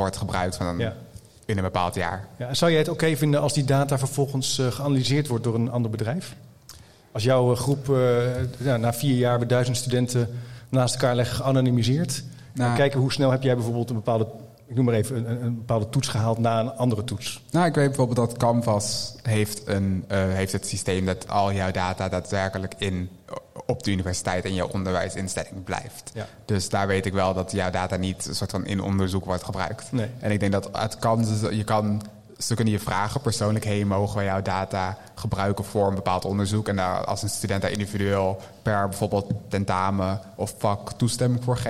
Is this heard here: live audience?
yes